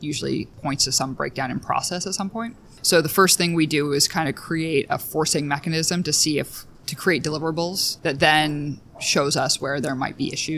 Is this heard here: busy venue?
yes